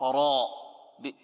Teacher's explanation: راء بارتفاع أقصى اللسان · Term: الراء